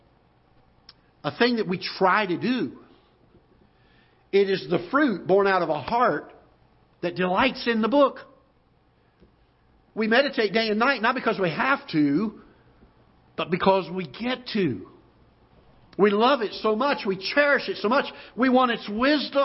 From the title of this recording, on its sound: Ketha Heights Baptist Church ~ Live Broadcast